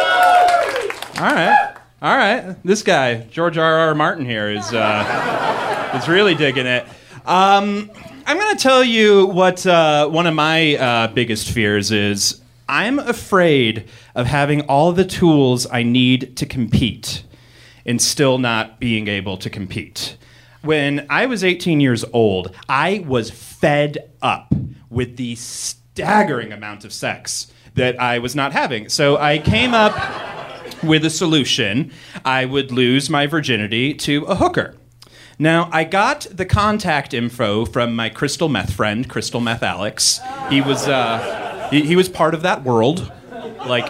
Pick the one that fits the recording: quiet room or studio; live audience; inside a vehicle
live audience